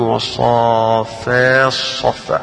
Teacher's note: يدغم يعني بيلغي التاء ويقرأ الصاد مكانها